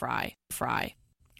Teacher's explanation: that throaty, crackly voice used by some of today's biggest pop culture stars · Term: vocal fry